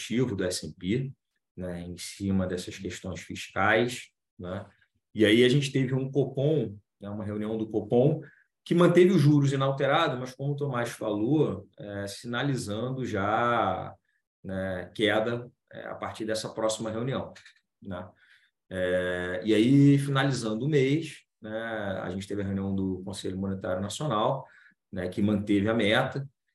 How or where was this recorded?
video call